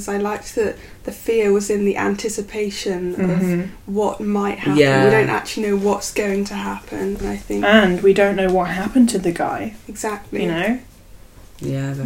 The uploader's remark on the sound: Warning headphone users!!! this podcast is spooky and LOUD.